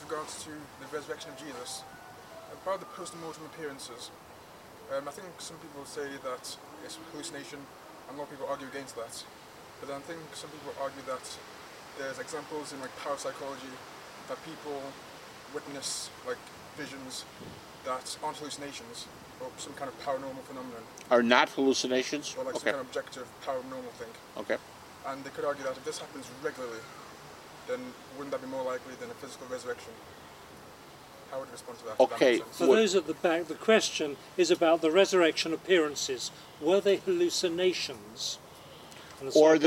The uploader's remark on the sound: at an English Garden-Party